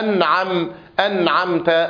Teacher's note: الغنة هنا غنة الأصل وليست بمقدار حركتين. ولذلك من الأخطاء الشائعة أن تزيد الغنة عن مقدارها.